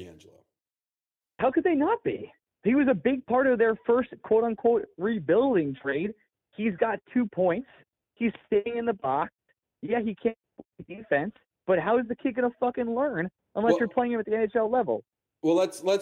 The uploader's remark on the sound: Sorry for the call in episode two weeks in a row.